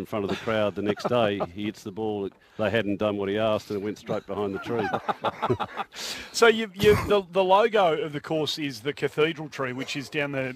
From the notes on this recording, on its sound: live on site at the Cathedral Golf Course